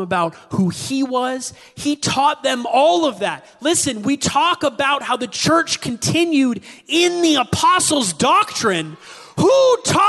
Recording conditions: large echoing room